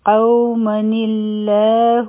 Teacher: نو دلته کې به مونږه د نون د لاندې کسره ولګو، او د الله کې چې کوم لام دی، د هغې د سکون سره به یو ځای کړو، نو دا به ویلی شي قومن الله. دلته بلامی جلاله نری وایو، ځکه چې د نون د لاندې کسره ده